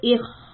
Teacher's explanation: we are going to hold it a little bit, maybe like a two counts, and also make sure we raise the back of the tongue